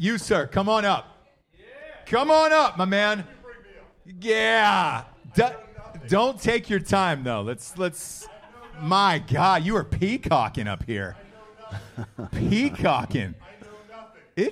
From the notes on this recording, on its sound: Live From Orlando! Live from Tactical Brewery in Orlando.